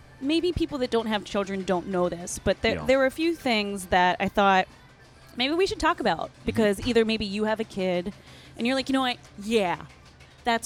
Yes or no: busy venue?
yes